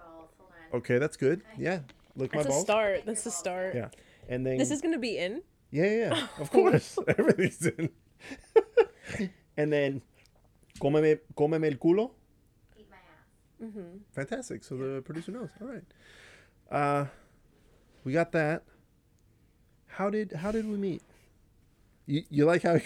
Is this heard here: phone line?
no